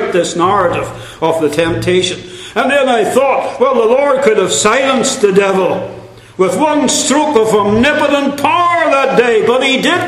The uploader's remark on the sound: Centenary Conference London. At the Centenary Conference in London at Westminster Baptist Church.